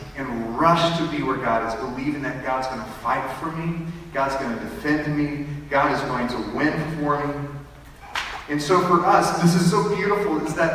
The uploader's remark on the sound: Sorry for the bad audio quality.